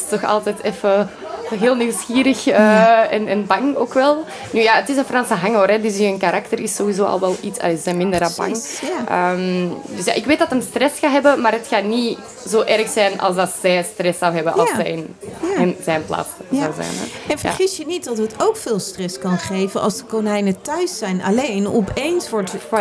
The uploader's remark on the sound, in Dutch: Live vanaf Animal Event